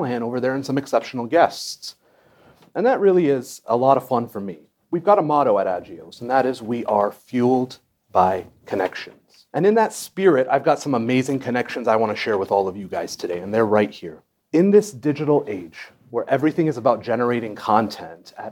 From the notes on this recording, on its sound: LIVE in New Orleans. We're LIVE from New Orleans, Louisiana! Listen to our live podcast panel featuring members of the sickle cell, pyruvate kinase deficiency, and thalassemia communities and leading KOL's in each field.